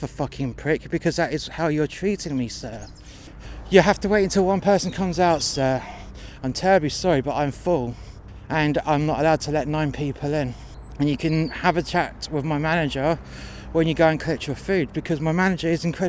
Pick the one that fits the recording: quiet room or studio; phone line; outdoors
outdoors